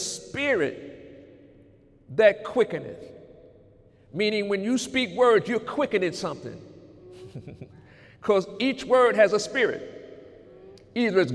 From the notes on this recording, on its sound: During Sunday morning service on January 20, 2018